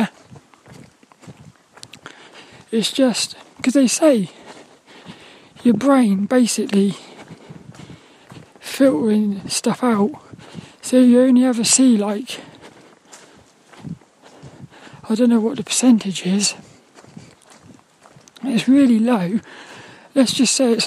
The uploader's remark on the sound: This 'About The Tings' episode was a Walk and Talk Through the Woods at Night around Plymbridge Woods in Plymouth.